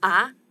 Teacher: Second tone goes from, like, it's a rising tone. You start with lower pitch and rise the tone, so it goes ah.